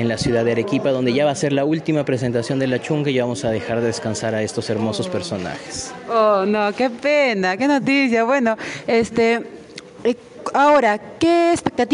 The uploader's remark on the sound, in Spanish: Moquegua en Escena 2022, entrevistas al pie del escenario